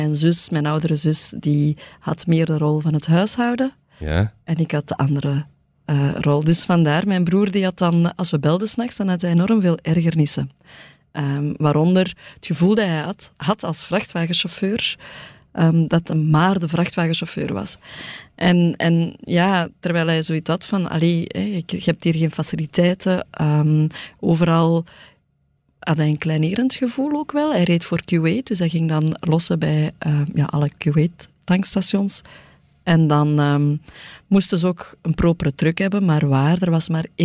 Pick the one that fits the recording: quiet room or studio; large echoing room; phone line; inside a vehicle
quiet room or studio